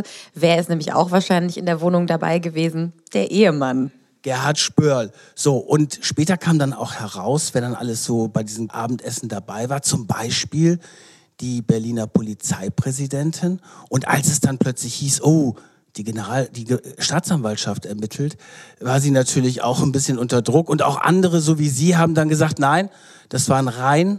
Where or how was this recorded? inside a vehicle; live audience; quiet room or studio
live audience